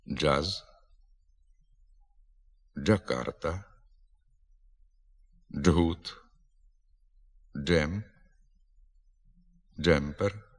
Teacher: Звук «дж» суцільний, злитий, приголосний. Твориться він точнісінько так, як і звук «ч», тільки з участю голосу.